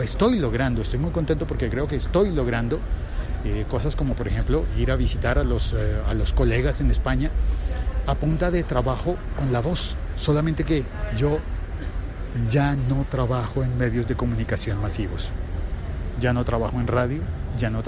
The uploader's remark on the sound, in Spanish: Emitido en directo desde el aeropuerto El Dorado.